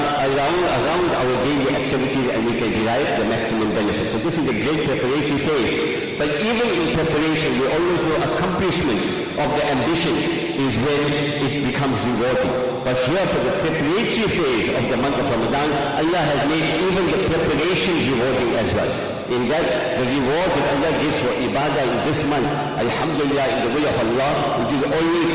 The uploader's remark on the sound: Jumuah lecture